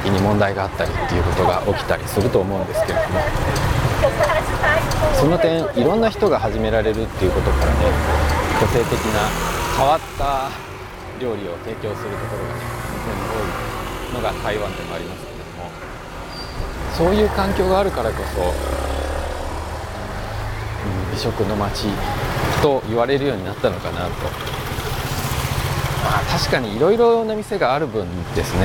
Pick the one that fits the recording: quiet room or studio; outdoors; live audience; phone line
outdoors